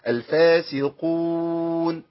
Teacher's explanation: القاف المضمومه ناخد بالنا ما ينفعش تنقلب الى كاف